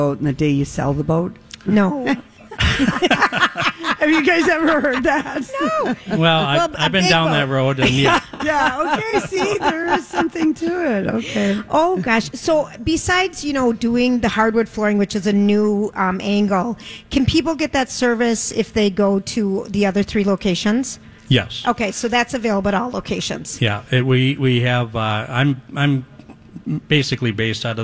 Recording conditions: busy venue